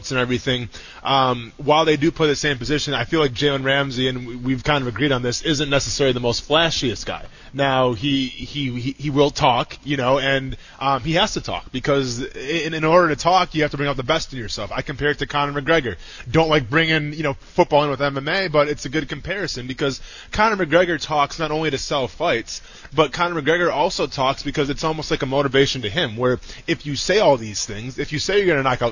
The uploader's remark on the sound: live from TIAA Bank Field